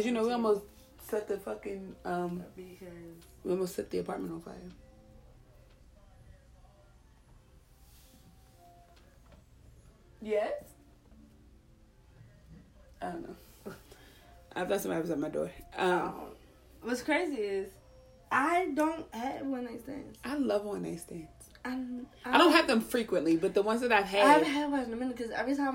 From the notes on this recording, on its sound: Laptop died so the duo got together around the iPhone and just had a convo.